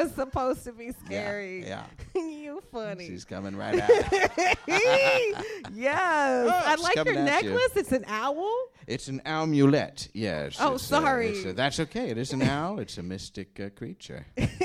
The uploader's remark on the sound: Recorded live at The Slipper Room in NYC.